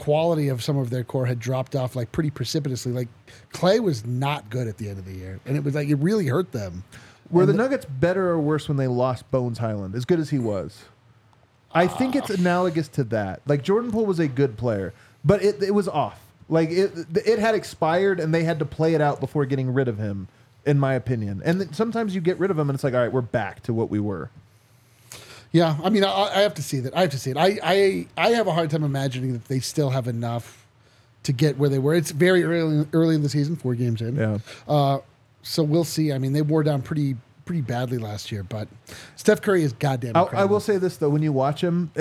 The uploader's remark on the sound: LIVE from thew DNVR Bar